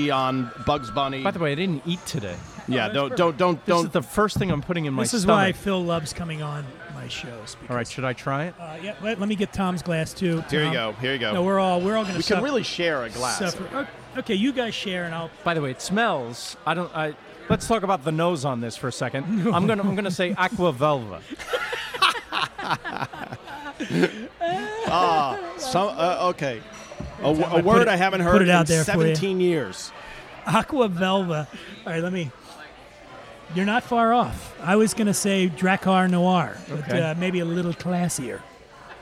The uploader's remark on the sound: Recorded at Eleven City Diner in Los Angeles.